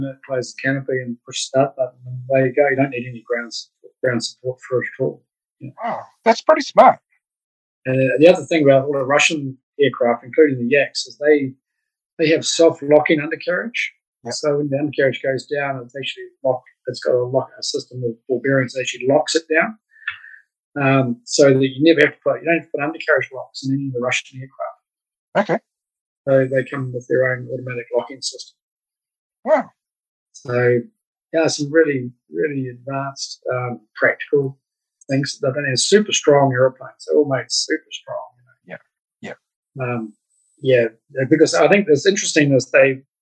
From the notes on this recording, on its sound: Unfortunately the evening that we recorded this interview the Zoom connection was not quite as clear as it should have been, so apologies in advance for the audio quality.